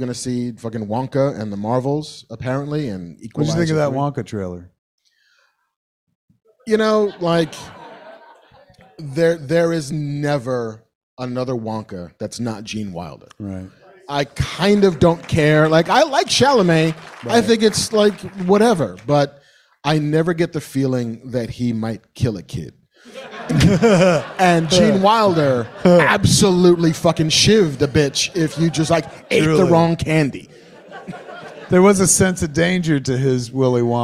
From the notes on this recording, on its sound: LIVE from SModcastle Cinemas! LIVE from SModcastle Cinemas in Atlantic Highlands, NJ. Maybe some audience Q&A.